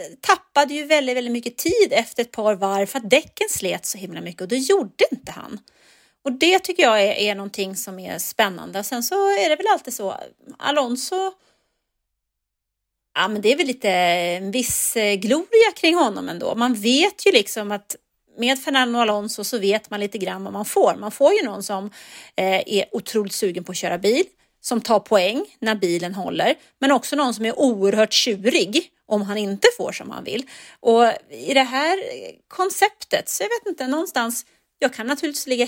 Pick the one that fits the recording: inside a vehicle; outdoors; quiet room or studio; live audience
quiet room or studio